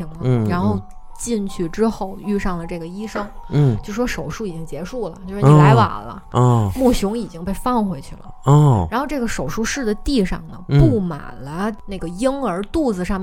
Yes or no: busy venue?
no